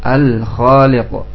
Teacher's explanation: Lam sukun dibaca jelas al karena di depannya huruf kha. · Term: idhar